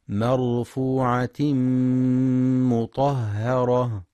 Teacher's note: وينتبه للإدغام بغنة في مرفوعة مطهرة، فالغنة في المدغم أكمل ما تكون. وينتبه لترقيق الهاء مطهرة، فلا يقرأ مطهرة بالتفخيم.